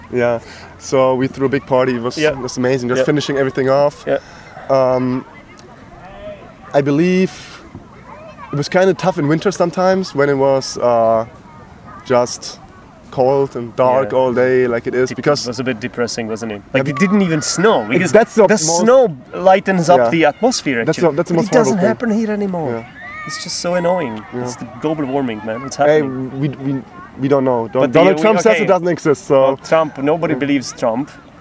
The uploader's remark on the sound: Recorded at a lake in Podebrady.